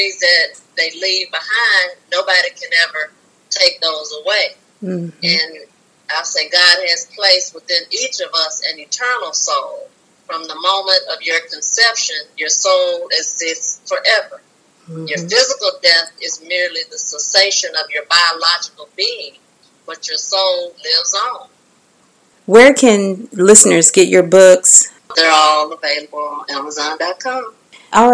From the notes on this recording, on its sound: Due to COVID-19, we are still recording virtually.